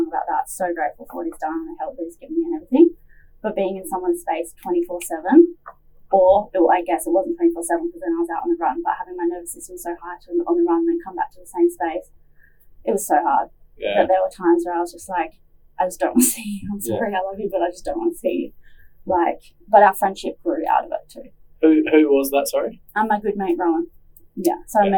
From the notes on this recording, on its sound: Apologies for the sound quality = had some technical difficulties